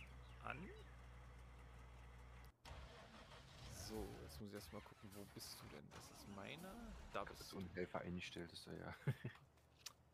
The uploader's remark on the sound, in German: Im Hintergrund wurde Farming Simulator gespielt, daher die coolen Sounds.